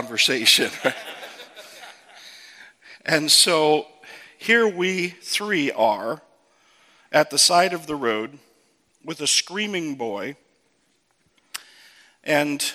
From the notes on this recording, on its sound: From the 2015 Clearnote Pastors Conference.